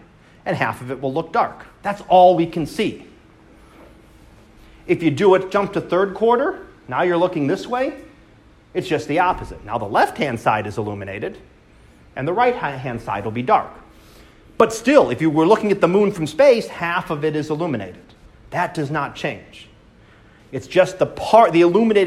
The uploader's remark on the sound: Live Class Lecture